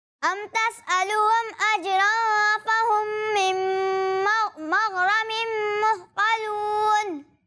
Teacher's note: ٹھیک ہے، اردو میں رے ہوتا ہے، عربی میں رے نہیں ہوتا. آپ نے را کو پڑھنے کی کوشش کی ہے، لیکن تھوڑا سا رے جیسی آواز آ رہی تھی